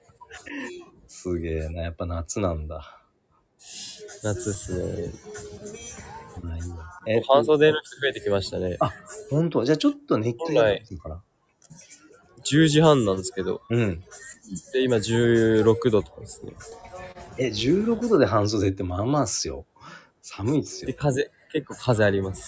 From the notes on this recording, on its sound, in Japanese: HAPPY NEW YEARは街の雑踏から。収録の雰囲気がどこか賑やかな新年の街並みっぽかったと背景の音ご途切れない方が良いため、編集なしで配信しています。